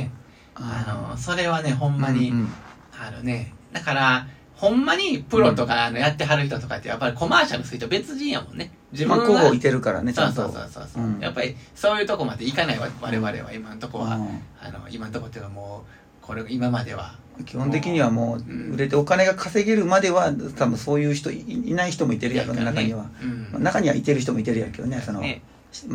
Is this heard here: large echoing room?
no